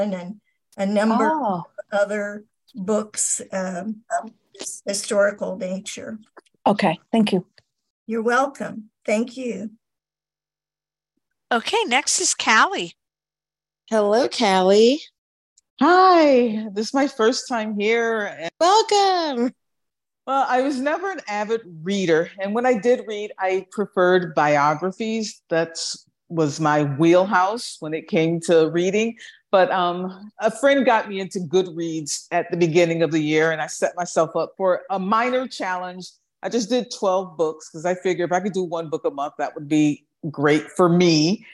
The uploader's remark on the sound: Originally Broadcasted June 26, 2023, on ACB Zoom